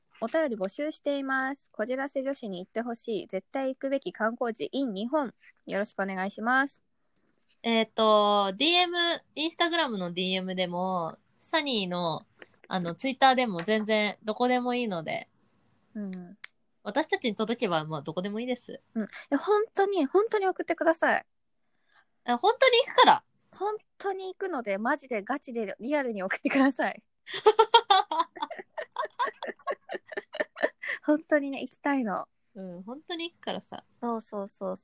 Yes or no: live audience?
no